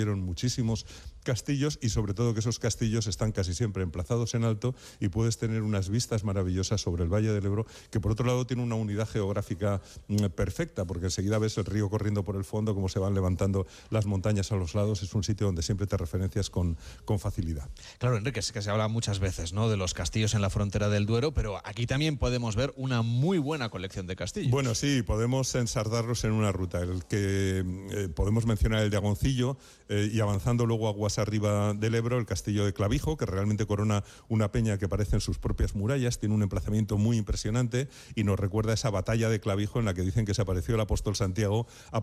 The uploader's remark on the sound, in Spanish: Haro, en La Rioja, el lugar al que se ha trasladado el equipo de Gente viajera. En directo, desde el Museo de Arte Contemporáneo “El Torreón”.